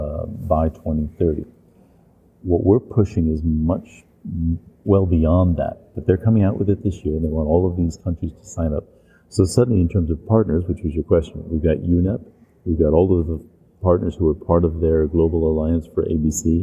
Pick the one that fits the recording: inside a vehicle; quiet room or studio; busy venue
busy venue